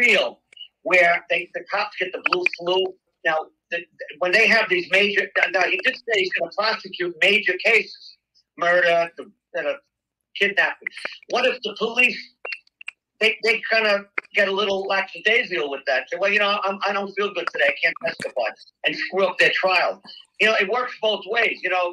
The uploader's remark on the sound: Please disregard audio problems